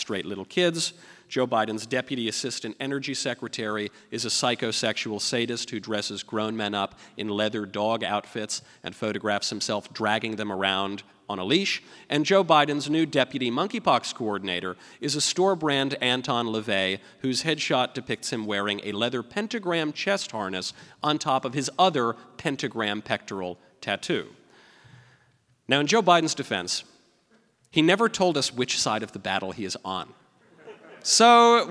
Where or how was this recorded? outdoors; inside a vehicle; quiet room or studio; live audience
live audience